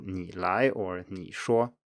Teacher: in most other cases, when there's any other tone after it, it's just a low tone